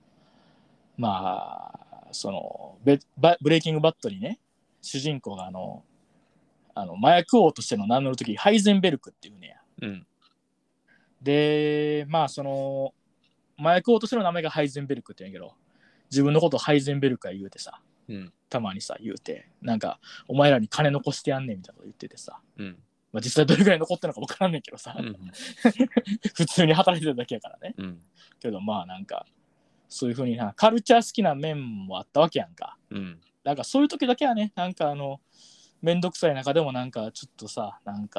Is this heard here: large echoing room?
no